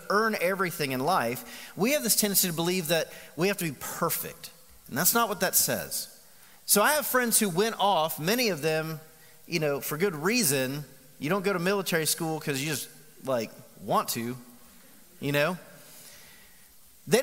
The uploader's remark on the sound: Recorded live at The Fellowship at Mt Juliet on August 25, 2019.